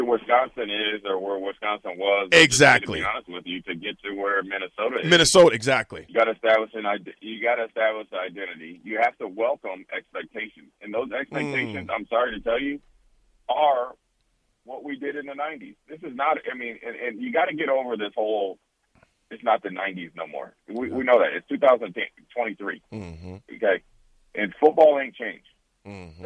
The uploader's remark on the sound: Calls in to give his thoughts on the National Championship.